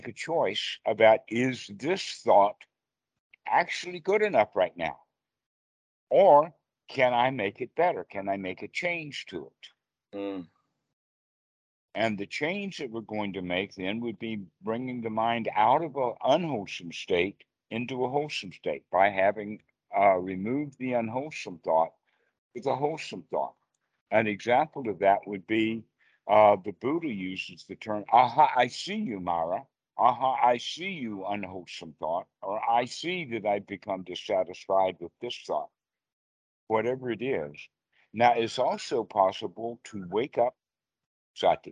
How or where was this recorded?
video call